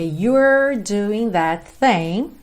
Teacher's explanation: You're doing, atenção que o é, não é pronunciado. Então, você tem you're com a língua enrolada